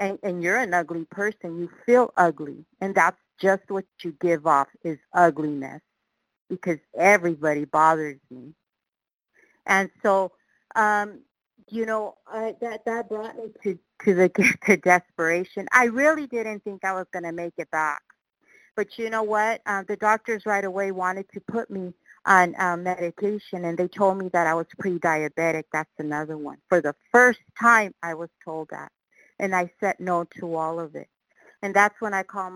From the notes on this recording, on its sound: qualification from the 100 Pounders Phone Meeting